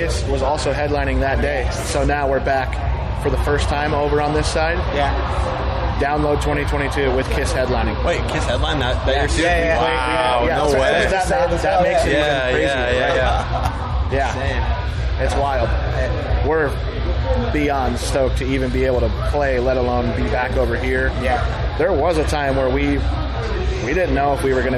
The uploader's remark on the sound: TURS at Download Festival 2022